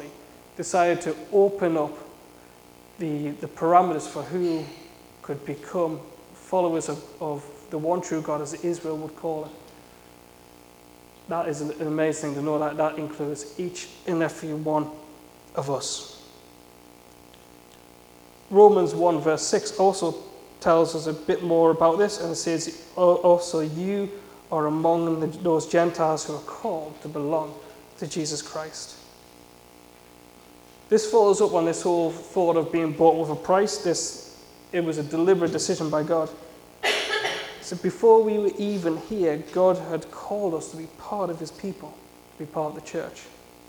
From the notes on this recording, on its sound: A sermon I preached at Saint John's Evangelical Church in Shiney Row on Sunday 5th November 2017.